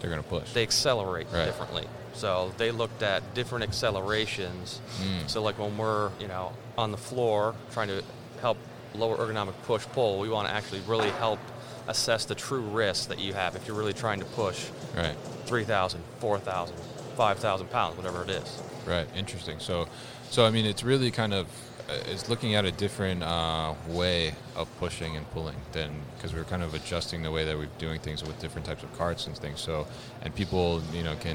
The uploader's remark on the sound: They connected at MODEX 2020